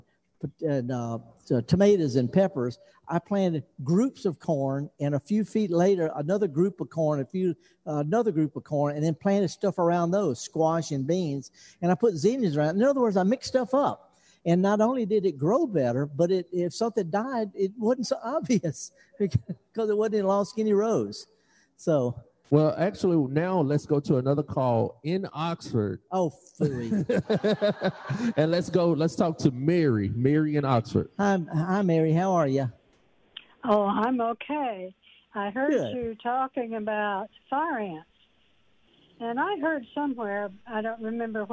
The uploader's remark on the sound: Live broadcast of The Gestalt Gardener from the Armory Pavillion in Oxford, MS.